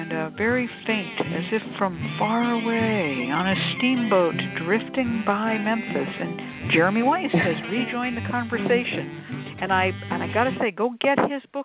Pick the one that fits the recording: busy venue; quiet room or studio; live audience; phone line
phone line